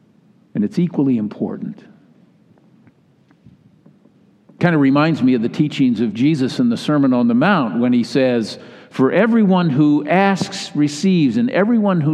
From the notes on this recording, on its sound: delivered in all three Sunday services.